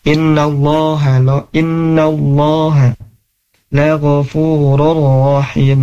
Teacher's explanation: lafaz Allahnya di sini tebal ya, tafkhim